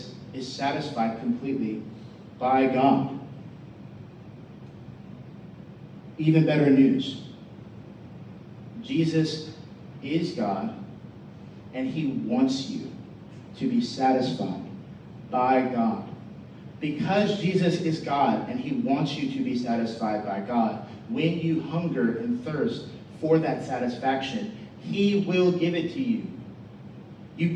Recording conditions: poor sound quality